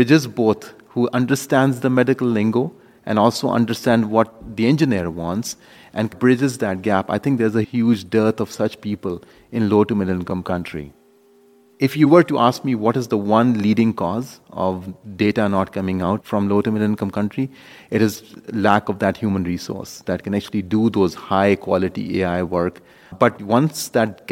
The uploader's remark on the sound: We sat down with him at the World Congress of Pediatric Cardiology and Cardiac Surgery in Washington DC